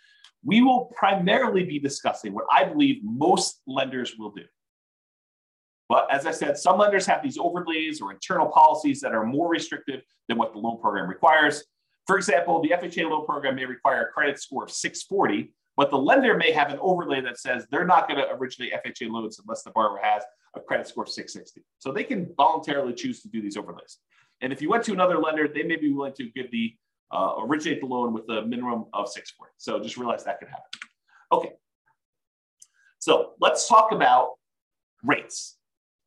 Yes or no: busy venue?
no